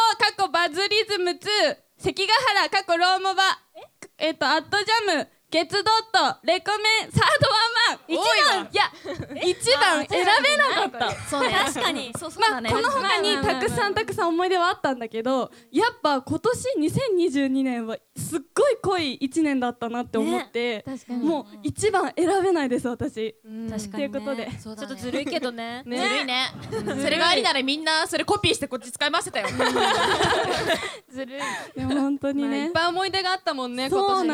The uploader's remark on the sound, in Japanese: BPMの主催ライブイベント「どどっとドットvol.14」で行った公開収録パートの模様もお楽しみ頂けます。